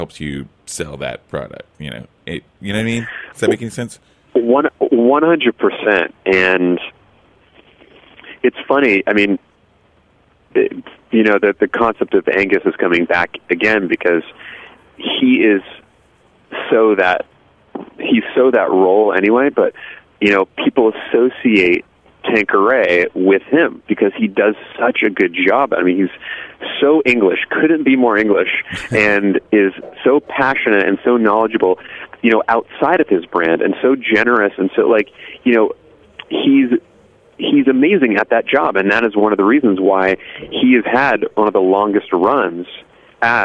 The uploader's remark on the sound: joined via the phone lines